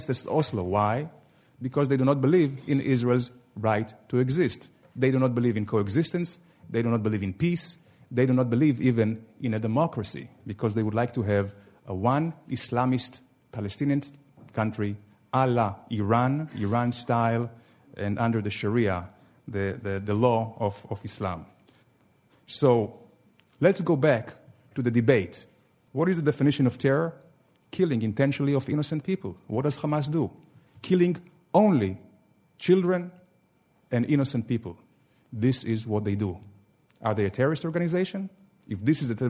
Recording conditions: live audience